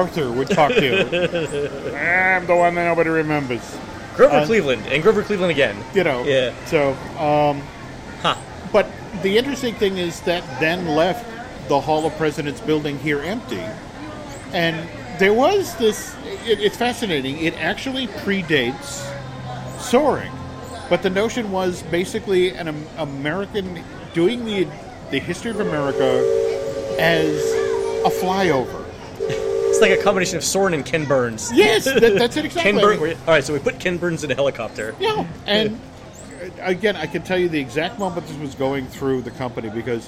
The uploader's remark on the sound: Recorded last week at the Magic Kingdom